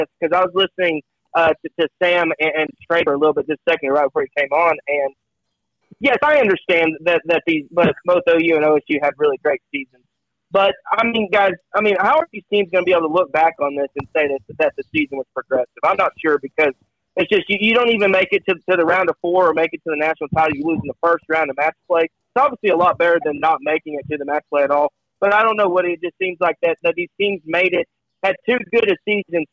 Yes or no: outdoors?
yes